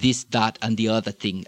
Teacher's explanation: the THs are going to come in there, even though they may be a little thicker, a little more plosive in nature than the THs that we have